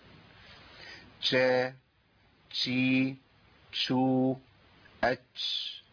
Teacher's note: خليتوا اللسان في النص معلق ما بين مخرج الجيم ومخرج الشين